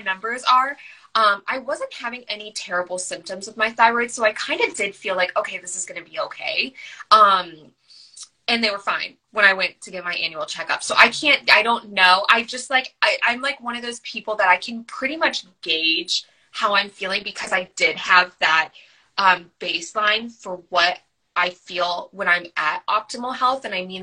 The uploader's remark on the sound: Originally recorded on Instagram Live